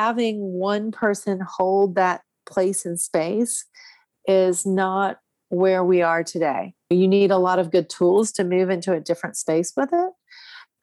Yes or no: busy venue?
no